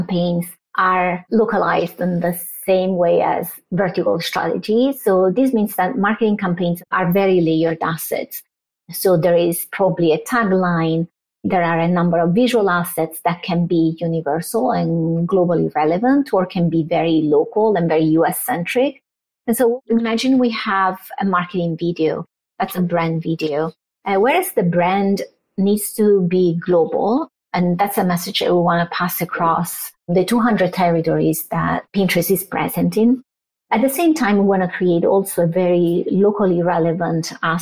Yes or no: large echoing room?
no